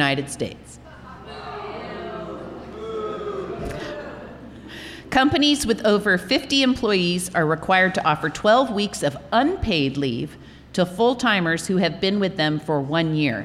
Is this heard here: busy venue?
yes